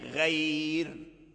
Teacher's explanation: وأيضا كذلك لو وقفنا على غير فنقف عليها بالترقيق